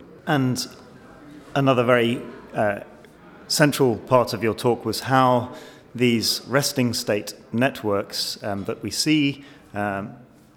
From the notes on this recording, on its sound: This podcast was recorded at the 2015 BNPA AGM.